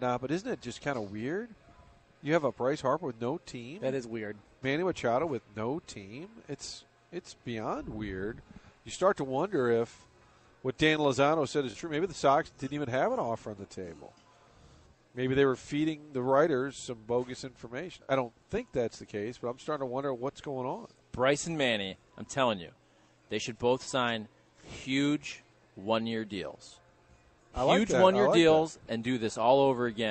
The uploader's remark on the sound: Broadcasting live from Schnucks in Arnold.